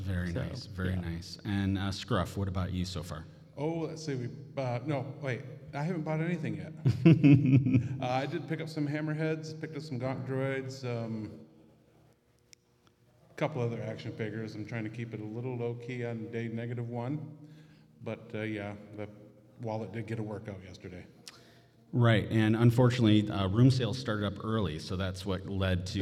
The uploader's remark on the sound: HHP Live on the ECPCTV Stage. Live appearances on the ECPCTV Stage at ICCC 2023. Doing their live episode of the convention.